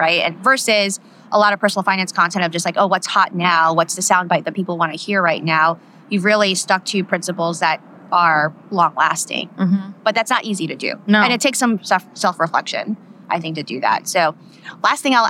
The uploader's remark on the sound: we come to you live from Fincon’s first Women In Money conferences